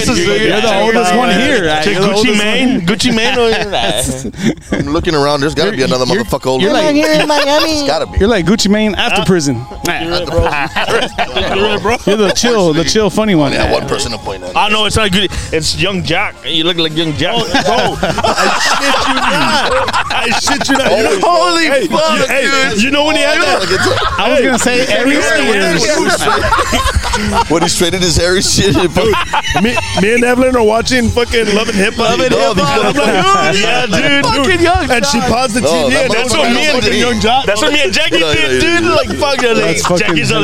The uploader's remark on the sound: live from the 78543 show in Elsa, Tx.